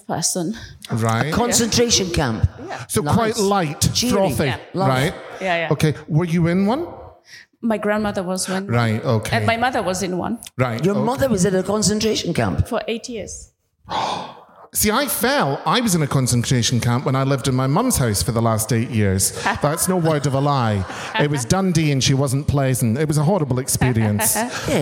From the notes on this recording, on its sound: We're back with some of the Edinburgh Fringe live shows. Hour-long recording of their podcast.